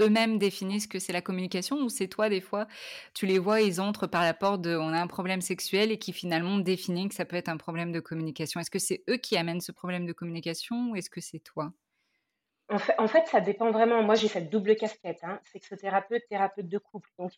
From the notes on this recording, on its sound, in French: Je m'excuse pour la qualité du son.